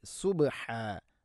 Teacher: ബാഇനെ ഖൽഖല ചെയ്യണം.